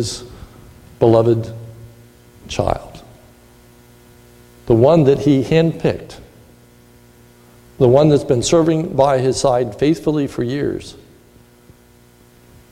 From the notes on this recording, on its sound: This is a sermon recorded at the Lebanon Bible Fellowship Church in Lebanon, PA